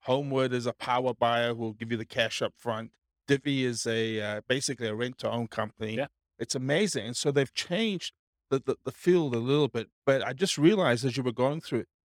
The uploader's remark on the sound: This was a live class recorded. Real estate entrepreneurs in Jersey City, New Jersey.